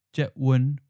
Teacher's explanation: It should be pronounced jetwen with a fourth and then seventh tone because the first syllable jet is an eighth tone. That should change to a fourth tone.